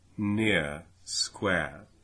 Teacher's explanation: there's a little shift in the vowel shape in near and square · Term: breaking vowel